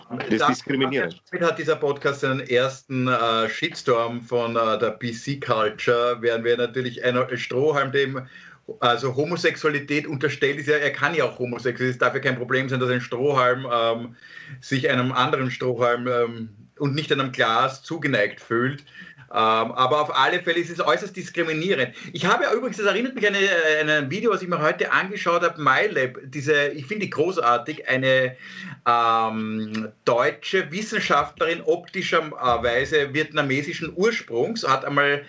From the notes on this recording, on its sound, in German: Aufzeichnung einer ZOOM Session. Weil das aktuell nicht möglich ist, finden sie ihr Publikum, indem sie einander via Skype am Abend beim Reden zusehen.